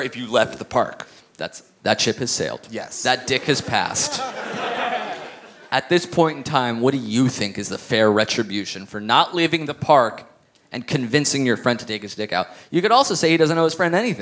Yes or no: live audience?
yes